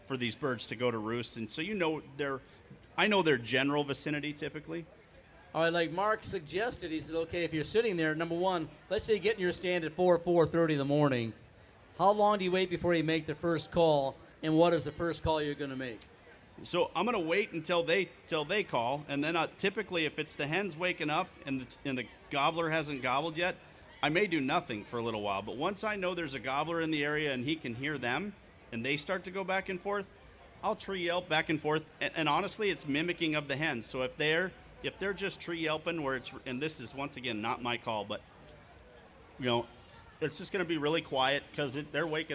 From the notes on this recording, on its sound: Live Broadcast from the Minnesota State Fair